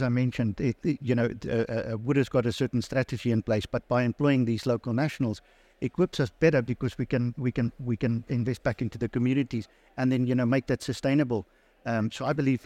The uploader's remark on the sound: Recorded live at ADIPEC 2023